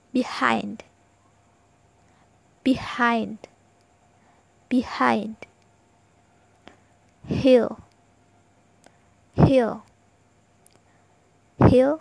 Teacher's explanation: The h sound is unvoiced, and the vocal cords do not vibrate during the production of this sound. To create the h sound, the tip backs of the tongue slightly constrict within throat.